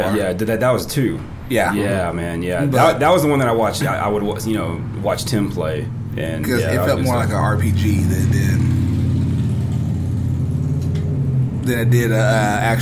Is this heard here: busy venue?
yes